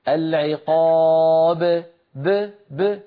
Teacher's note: عمل شفوي بحت وليس في الحنجرة شيء · Term: القلقلة